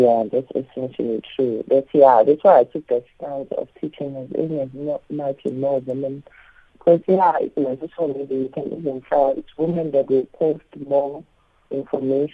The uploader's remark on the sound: we are joined on the line